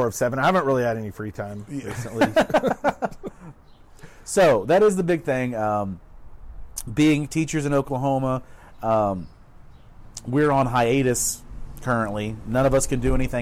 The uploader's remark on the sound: They’re out on the patio today talking politics! The audio quality is a bit lower than normal due to the outdoor recording.